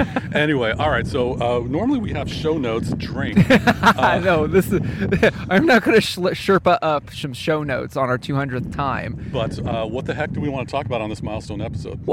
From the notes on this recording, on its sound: For this summit of an episode, we recorded live from the top of the Whatcom famous Oyster Dome.